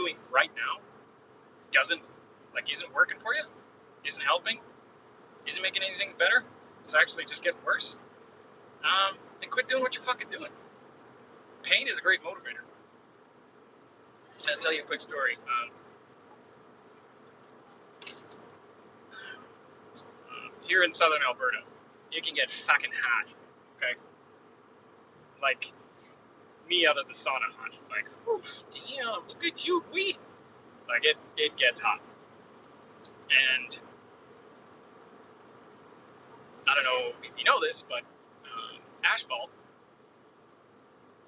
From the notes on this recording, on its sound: What’s with the Rumble strips?! I’m on the road. Sorry about the noise.